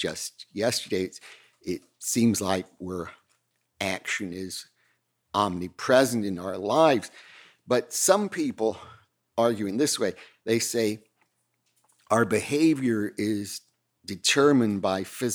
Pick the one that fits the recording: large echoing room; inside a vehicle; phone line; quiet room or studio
large echoing room